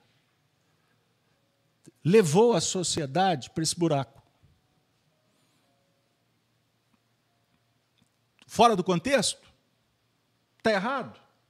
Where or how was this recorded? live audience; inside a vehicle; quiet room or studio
live audience